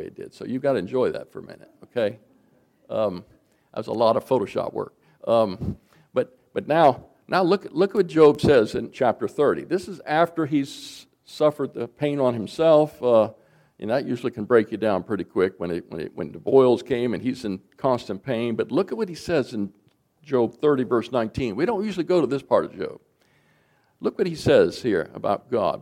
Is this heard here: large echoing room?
yes